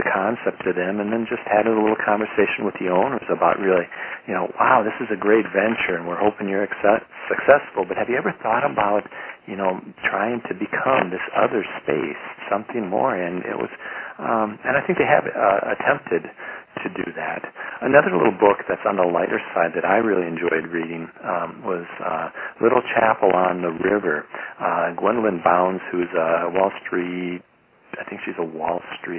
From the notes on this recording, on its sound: Call recorded on September 13, 2012.